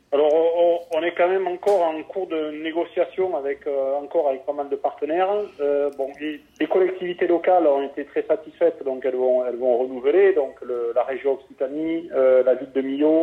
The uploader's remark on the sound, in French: Que j’ai pu avoir au téléphone, le soir même de l’annonce de l’ouverture des inscriptions.